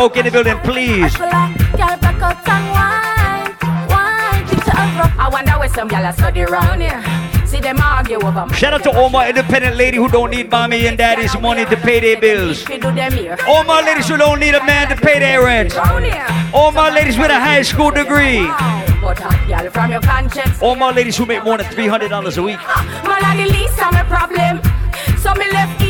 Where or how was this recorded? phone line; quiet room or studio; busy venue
busy venue